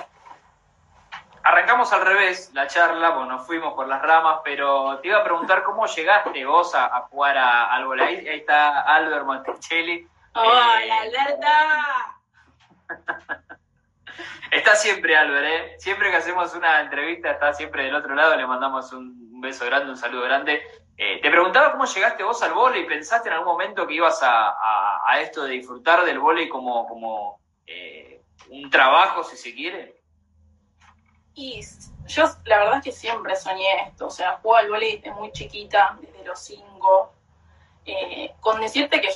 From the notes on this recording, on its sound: VIA INSTAGRAM LIVE